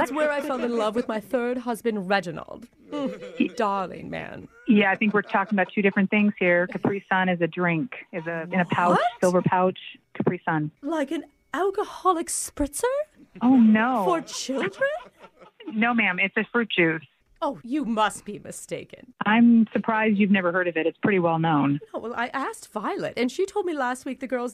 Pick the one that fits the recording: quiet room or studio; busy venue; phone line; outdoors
phone line